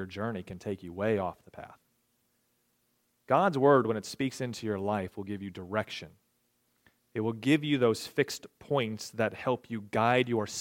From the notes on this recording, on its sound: recorded February 11, 2023, at Ringgold Seventh-day Adventist Church